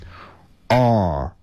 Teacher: 在发这个音的时候啊舌尖是向你卷回来的啊，就是卷舌来发这个音 R · Term: 卷舌音